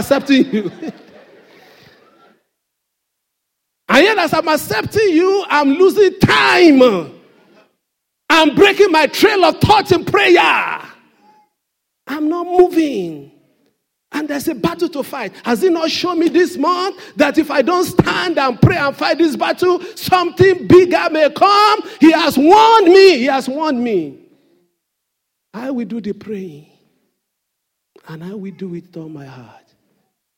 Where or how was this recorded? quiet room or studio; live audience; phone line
live audience